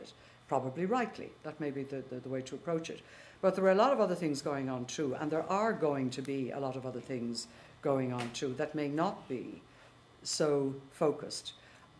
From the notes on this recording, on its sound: The Launch of 'Trinity in War and Revolution 1912-1923' was preceded by an expert panel discussion in the Printing House, Trinity College Dublin, at 6.30pm on Monday December 7th 2015.